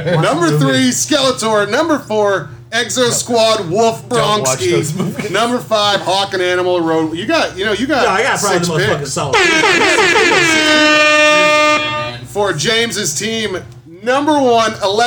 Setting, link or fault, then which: setting, busy venue